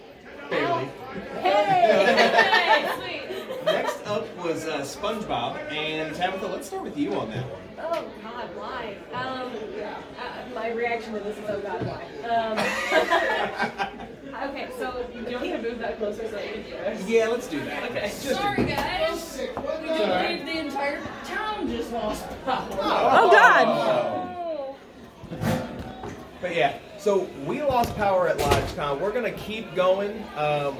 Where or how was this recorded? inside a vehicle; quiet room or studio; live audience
live audience